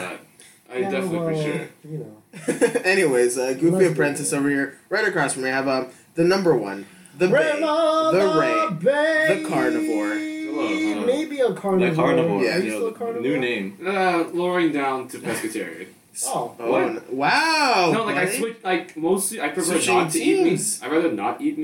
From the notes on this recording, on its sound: Are you recording from the computer or the mics?”(Revenge of the Terrible Audio).